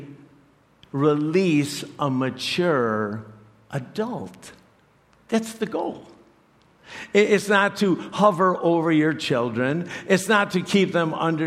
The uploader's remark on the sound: preached this message to CrossPoint Church